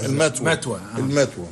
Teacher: وطبعا الاستعمال المتبادر الآن لنا وربما للسادة المستمعين هو كلمة المثوى، وهي الكلمة التي حتى نستعملها ما زلنا نستعملها في العامية المصرية مع إبدال الثاء تاء